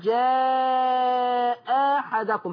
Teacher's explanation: ان احنا نبدل الهمزة الثانية ألف. بس الألف دي تتمد كام؟ حركتين. لان بعدها الحاء متحركة.